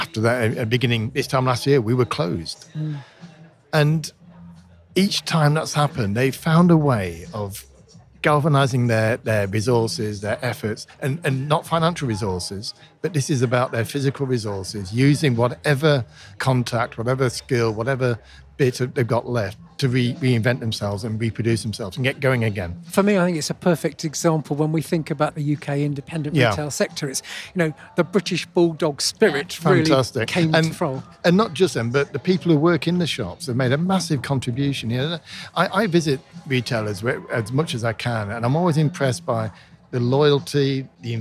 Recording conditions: busy venue